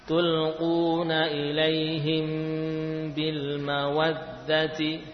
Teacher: Mim dibaca dengan gunnah yang panjang dan sempurna jika bertemu dengan ba. · Term: ikhfa syafawi